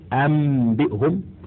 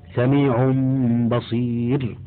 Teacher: ووجه الإقلاب هنا عسر الإتيان بالغنة في النون والتنوين مع الإظهار، ثم إطباق الشفتين لأجل الباء، وعسر الإدغام كذلك لاختلاف المخرج وقلة التناسب، فتعين الإخفاء وتوصل إليه بالقلب نونا لأنها تشارك الباء في المخرج والنون في الغنة. · ثلاثة: الثالث الإقلاب، وهو لغة تحويل الشيء عن وجهه، واصطلاحا جعل حرف مكان آخر، أي قلب النون الساكنة والتنوين ميما قبل الباء مع مراعاة الغنة والإخفاء